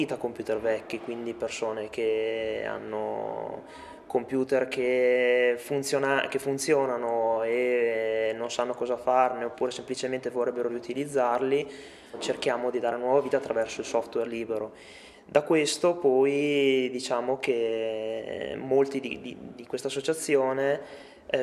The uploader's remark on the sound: It features interviews recorded in Turin during the event, capturing participants and organisers’ excitement, and the energy at the event. Fixfest Italia took place within the Turin Mini Maker Faire.